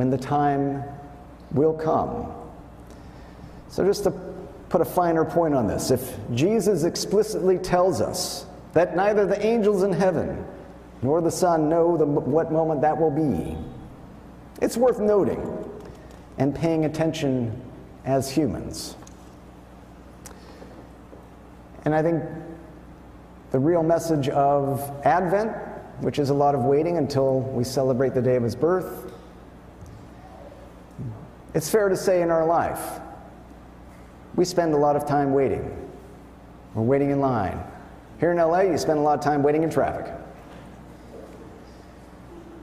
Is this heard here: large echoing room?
yes